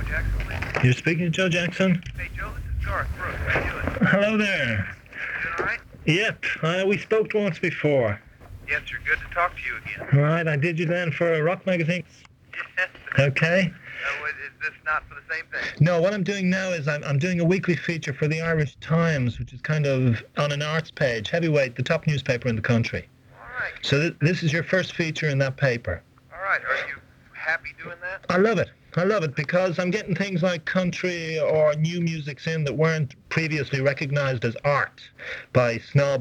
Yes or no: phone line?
yes